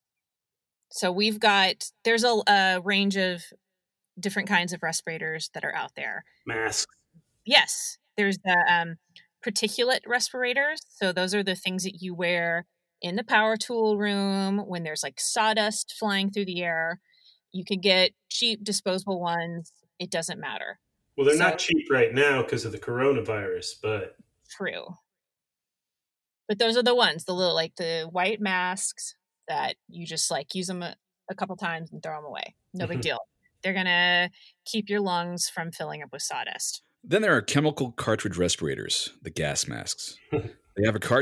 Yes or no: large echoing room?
no